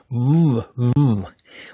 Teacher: auf Englisch ist das ein W, wird mit den Lippen gemacht, also nicht mit den Zähnen. Die Zähne spielen da überhaupt keine Rolle.